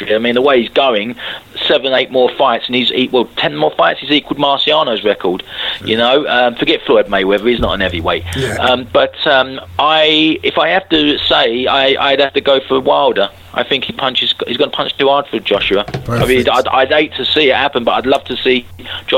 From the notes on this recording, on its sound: with the fans as they call